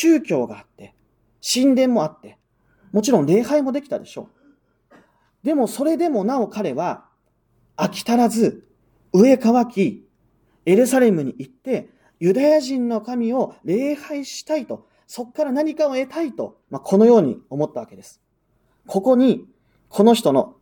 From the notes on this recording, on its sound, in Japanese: 日本基督教団石山教会の主日礼拝説教音声です。